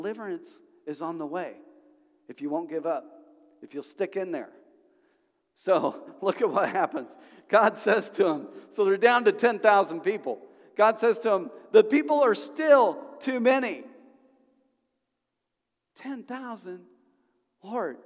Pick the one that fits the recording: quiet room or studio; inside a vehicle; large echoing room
large echoing room